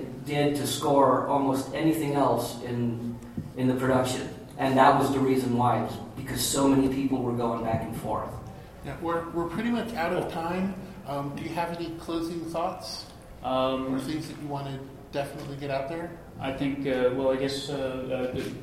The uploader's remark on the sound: panel from Phoenix ComiCon 2014